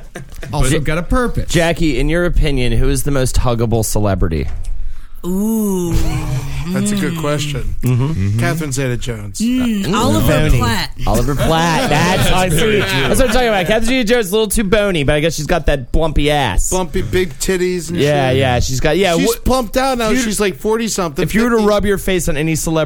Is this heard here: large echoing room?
no